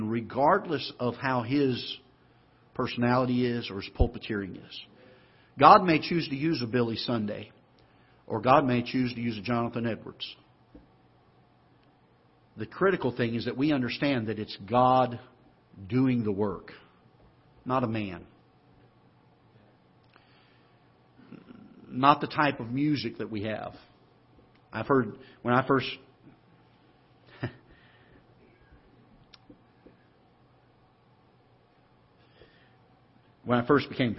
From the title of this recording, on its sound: Ketha Heights Baptist Church ~ Live Broadcast